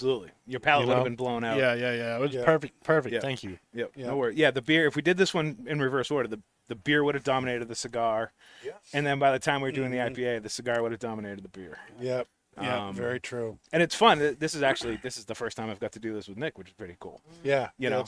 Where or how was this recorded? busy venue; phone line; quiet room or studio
busy venue